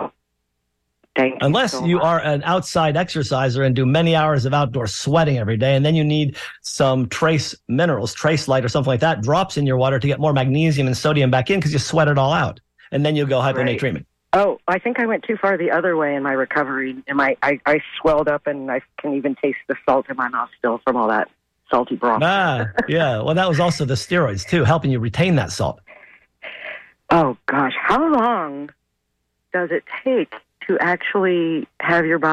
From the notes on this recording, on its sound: Listeners call in with their most pressing health questions.